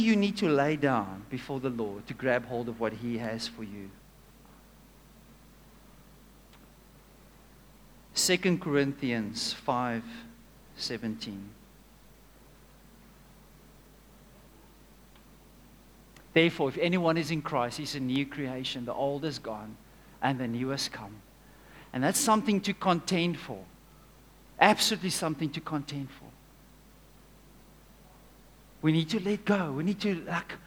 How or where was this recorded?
large echoing room